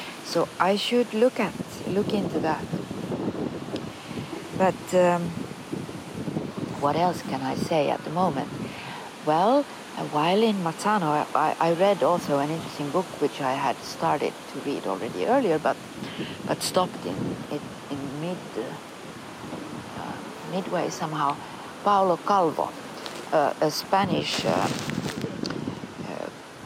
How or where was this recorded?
outdoors